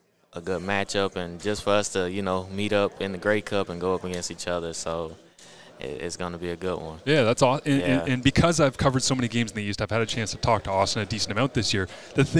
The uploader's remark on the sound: Grey Cup Media Day